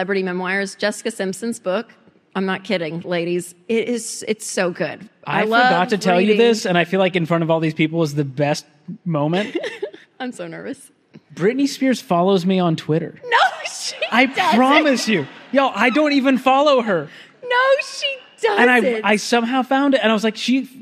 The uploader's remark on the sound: a LIVE audience